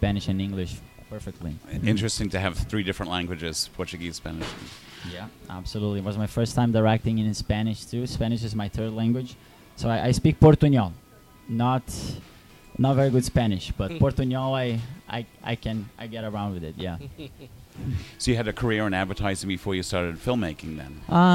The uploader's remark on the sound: At the KGFC Filmmakers Lounge hosted by Ateaz Organic Coffee & Tea. The Kew Gardens Festival of Cinema.